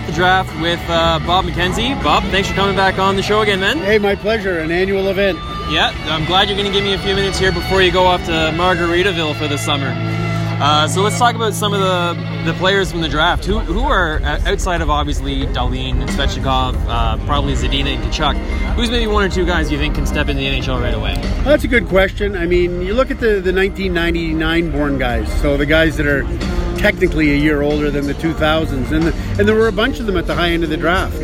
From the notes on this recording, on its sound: live at the 2018 NHL Entry Draft from Dallas Texas